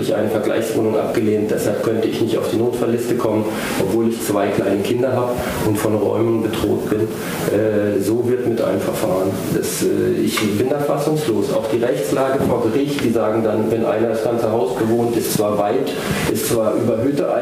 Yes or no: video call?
no